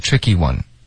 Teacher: 这个 one 别加重音，别太突出